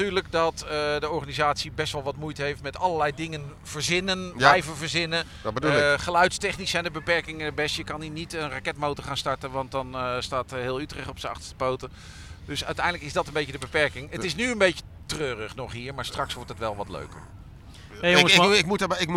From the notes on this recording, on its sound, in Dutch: Motorbeurs Utrecht Special! Live opgenomen op Motorbeurs Utrecht 2024.